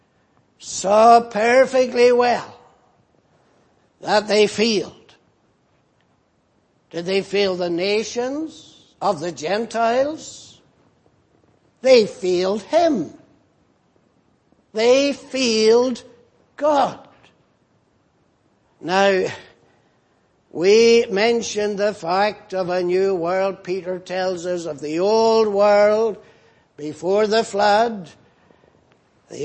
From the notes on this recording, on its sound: Preached in Grafton. At the Lord's Day Morning service on 1st July, 2018.